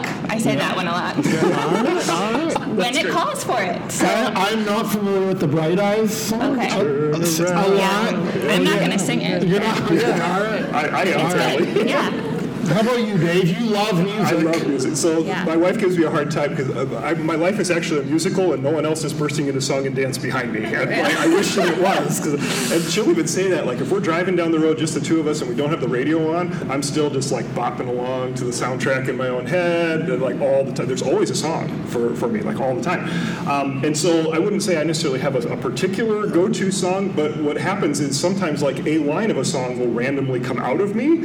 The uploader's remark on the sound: Recorded with a Live Audience at Sioux Falls Christian School! They invited us to record an episode with their whole PreK-12 faculty. Our apologies for the slightly less-than-optimal audio quality that comes with recording in a large room. We solicited questions from the crowd related to empowering learners.